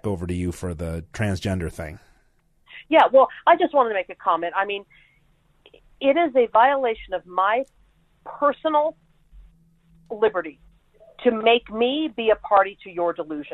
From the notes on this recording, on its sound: Hour 2 with callers. Called in with a big announcement.